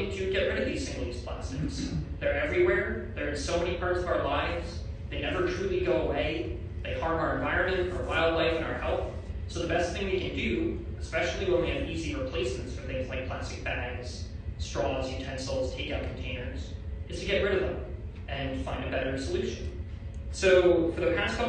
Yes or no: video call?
no